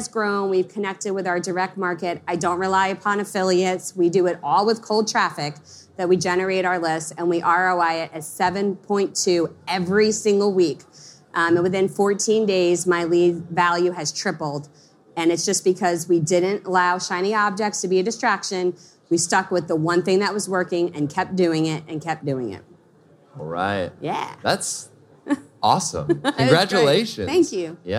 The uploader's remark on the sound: This episode of the DigitalMarketer podcast has been taken straight from the Traffic & Conversion stage and right to your headphones.